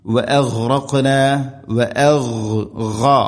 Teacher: തൊണ്ടയുടെ മുകൾ ഭാഗമാണ് ഗൈനിന്റെ മഖ്റജ്. വഅഗ്റഖന വഅഗ്റഖ ഖാഫിനെ ഖൽഖല ചെയ്യണം, ശരിക്കും കേൾക്കണം.